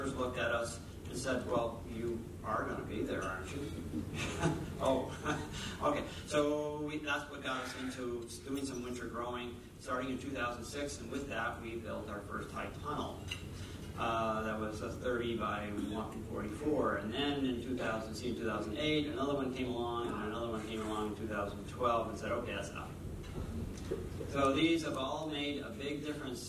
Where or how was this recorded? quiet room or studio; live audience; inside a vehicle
live audience